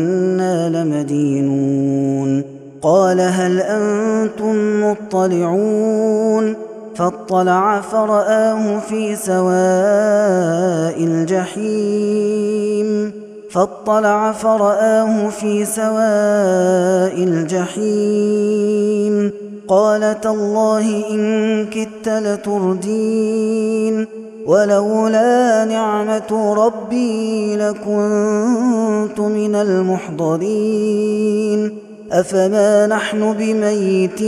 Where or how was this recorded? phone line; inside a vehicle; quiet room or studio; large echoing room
large echoing room